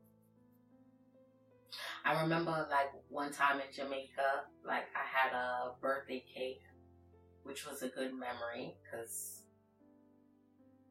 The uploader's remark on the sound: We sincerely apologize for the poor audio quality in our video. Due to technical issues, we were forced to use the direct camera mic, which resulted in a lower sound quality than what we aim to provide.